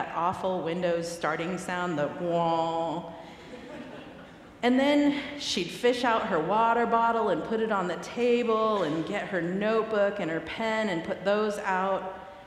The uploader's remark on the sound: recorded live at the 10:00am service